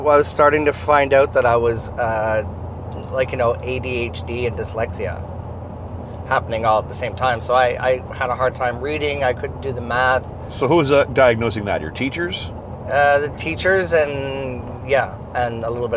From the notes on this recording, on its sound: This episode was recorded (using hands free microphones) as we drove to a drag bingo show we produce together in Peterborough Ontario.